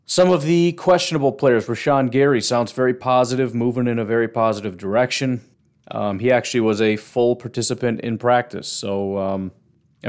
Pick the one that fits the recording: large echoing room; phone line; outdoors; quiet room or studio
quiet room or studio